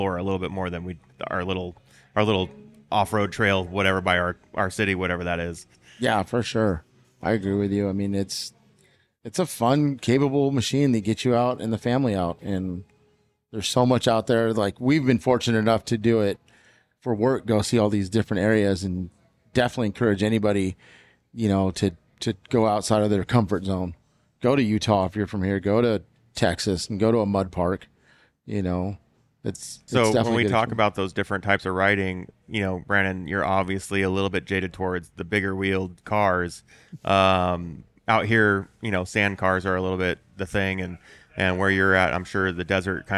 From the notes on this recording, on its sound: I'm on location at UTV Takeover in Coos Bay, Oregon